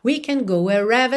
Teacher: Mas no final, não tem R enrolado.